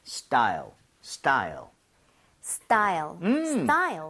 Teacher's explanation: T 사운드를 너무 세게 내려고 하지 말고 걔를 된소리 좀 비슷하게 내주면 좋아요. 쌍디귿으로.